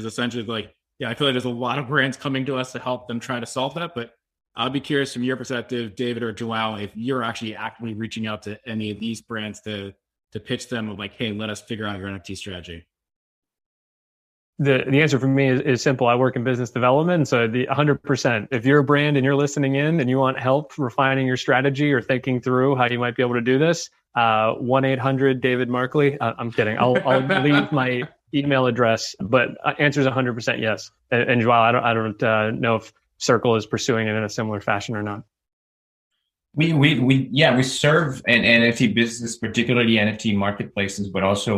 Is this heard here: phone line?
no